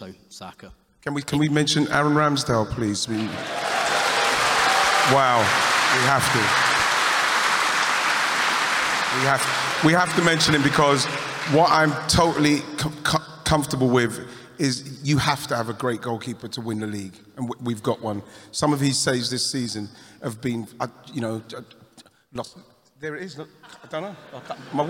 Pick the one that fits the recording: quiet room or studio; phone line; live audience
live audience